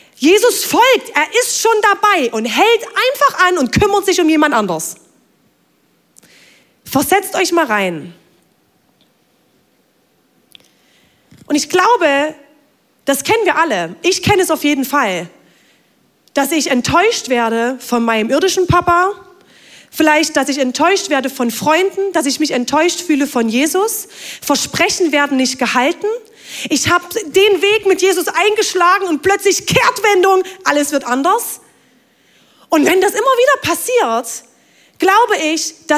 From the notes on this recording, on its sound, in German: Audiomitschnitt der Predigt vom 23.